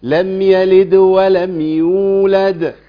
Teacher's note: عندنا القلقله بتاعت الدال الاولى اقل شويه، لم يلد ويولد اقوى شويه